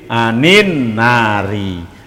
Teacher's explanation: Karena alnya adalah al syamsiyah, maka menjadi gak kelihatan, sehingga membacanya menjadi anin nari.